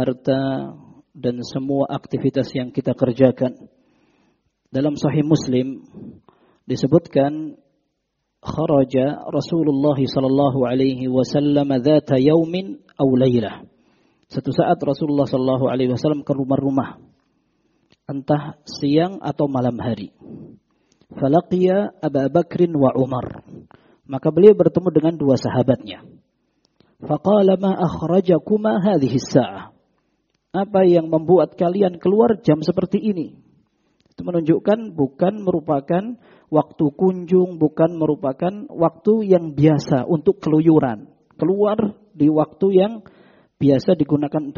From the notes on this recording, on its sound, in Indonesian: Rekaman Audio Kajian Tematik. Kajian di masjid Mu'adz bin Jabal.